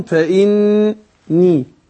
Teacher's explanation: عني فإني قريب أجيب خد بالك أقول إيه فإني قريب الياء أدي الغنة حركتين في النون فإني يبقى انا اديت النون حركتين وادي الياء المد الطبيعي بتاعها